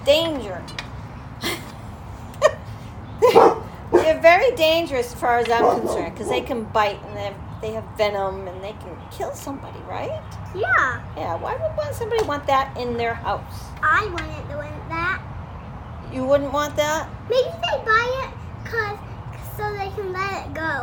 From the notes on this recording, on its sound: My microphone is still broken so enjoy the background noise